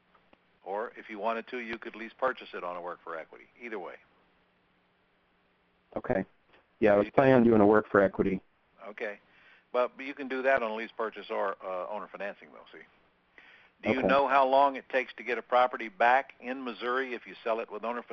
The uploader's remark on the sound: 11-10-2014 Q&A Call